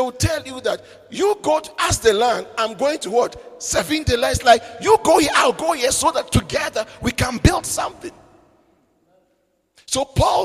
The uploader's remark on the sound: Preached at the midweek servants armed and trained service